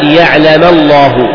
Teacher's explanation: لقوله تعالى ليعلم الله، أو ضمة لقوله تعالى الذين يعلم الله، فاللام بعد الفتح والضم مفخمة · Term: تفخيم اللام